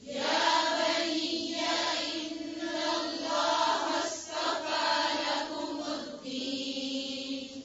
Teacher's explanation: یا بنی یا لمبا نہیں ہے ٹھیک ہے صرف زبر ہے